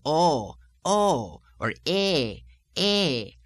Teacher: Now this lilt is especially evident on diphthongs, oh, oh, or eh, eh, where the second stage of the diphthong finishes up on a lower pitch than the one before it started.